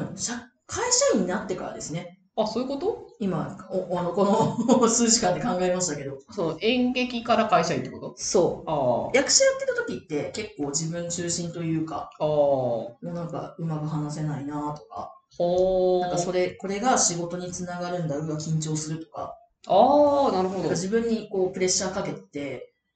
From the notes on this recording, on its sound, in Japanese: 今月音質が非常に悪いです！すみません！